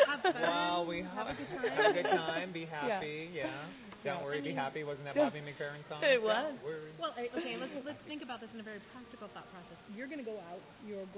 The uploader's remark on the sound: We broadcast live from the amazing Chihuly Garden and Glass, location of Metropolital Fashion Week's Closing Gala 2013!